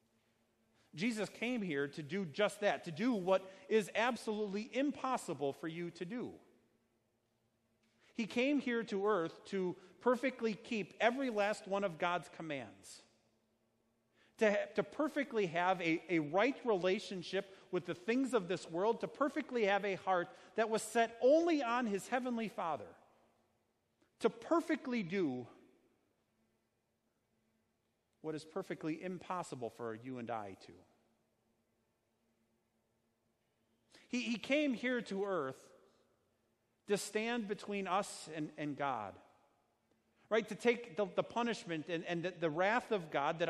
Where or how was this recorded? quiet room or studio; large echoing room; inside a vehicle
large echoing room